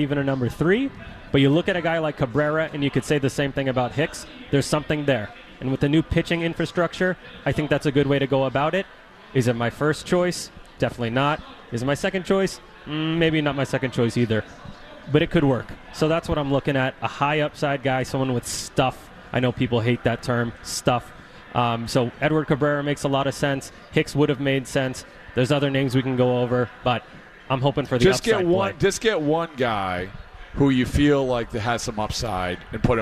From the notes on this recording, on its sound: On the WEEI airwaves live from the Mass Mutual Center at the 2024 Red Sox Winter Weekend.